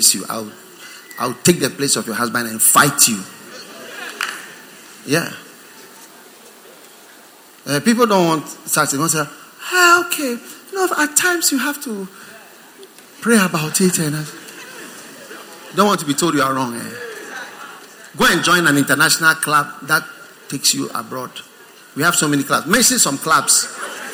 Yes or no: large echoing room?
yes